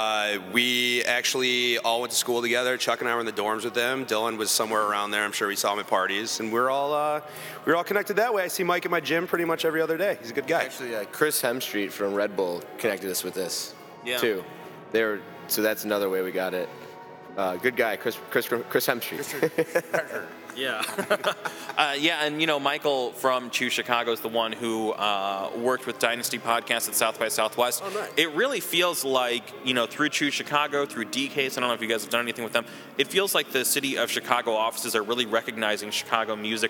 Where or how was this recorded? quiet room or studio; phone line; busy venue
busy venue